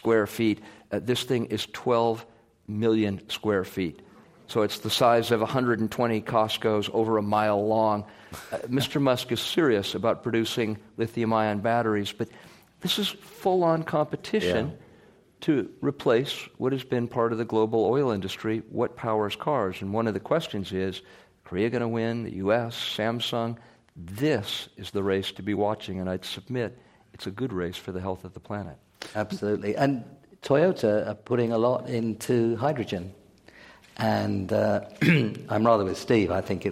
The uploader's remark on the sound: A recent Climate One event. This program was recorded in front of a live audience at the Commonwealth Club of California on May 5, 2016.